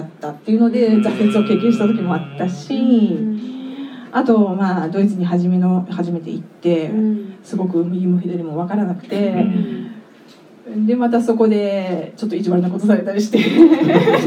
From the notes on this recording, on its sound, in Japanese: 公開収録の後半をお届けします